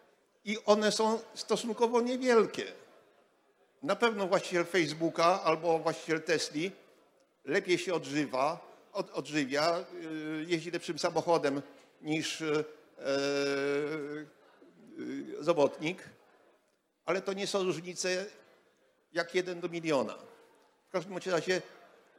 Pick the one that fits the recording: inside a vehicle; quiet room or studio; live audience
live audience